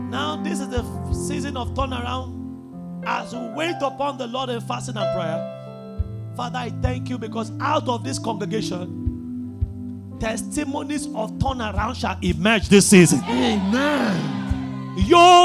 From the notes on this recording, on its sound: at the 5 Sundays Turnaround Power of Prayer Service held at Royal Grace Chapel on 14th January 2024